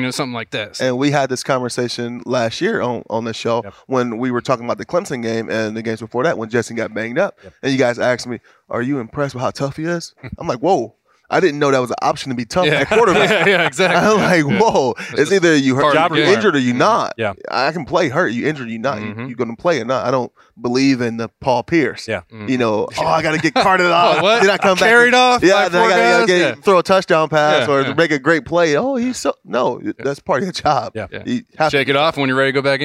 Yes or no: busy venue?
yes